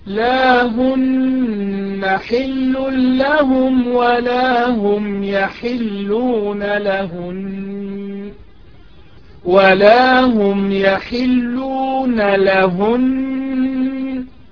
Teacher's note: النون المشددة كذلك الميم المشددة إذا وقفنا عليهما نقف بالغنة المستطالة بمقدار حركتين